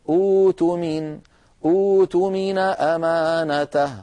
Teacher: لما نصل إلى ائتمن تعارضنا القاعدة اللغوية التي شرحتها منذ قليل، فنضطر أن نحول الهمزة الساكنة أ إلى واو